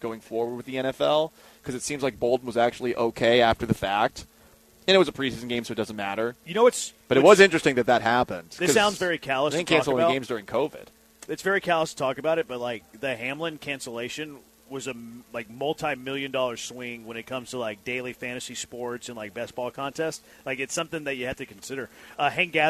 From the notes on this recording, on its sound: LIVE from Circa Resort & Casino in Las Vegas!